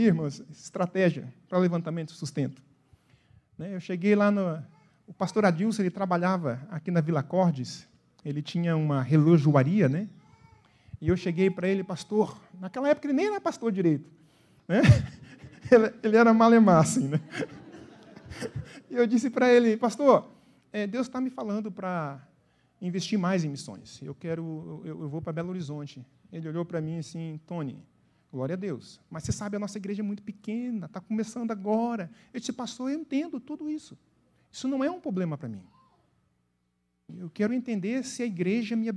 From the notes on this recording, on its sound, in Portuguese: na Igreja ABA Curitiba (Transmitido ao vivo)